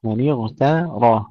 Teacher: ترقيق التاء وتفخيم الراء